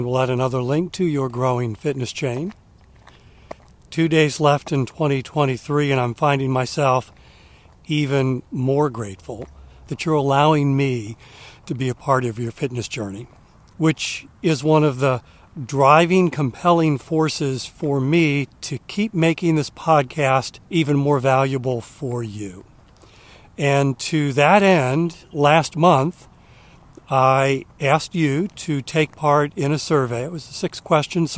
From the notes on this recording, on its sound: During today's ten-minute walk